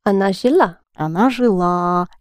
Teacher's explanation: you stress the а like we did with она была